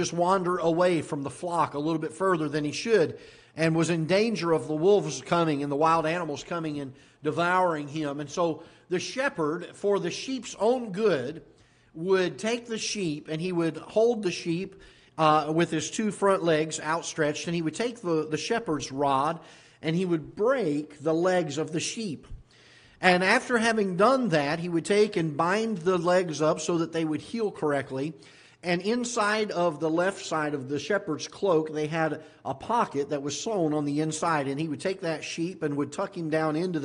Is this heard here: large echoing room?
yes